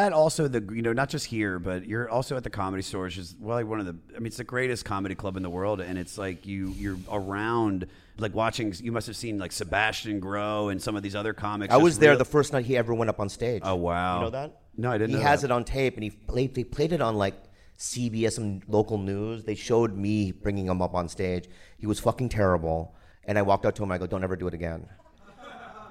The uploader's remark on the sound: At the 2019 Just for Laughs Comedy Festival in Montreal.